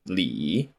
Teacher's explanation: This is the third tone, which goes down then up.